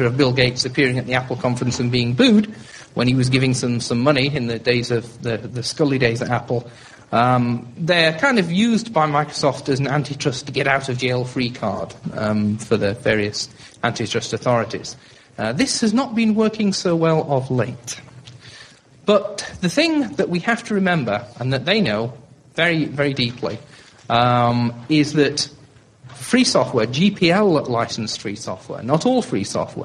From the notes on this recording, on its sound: Libre Planet 2009 conference. The event was held at the Harvard Science Center, Cambridge, MA.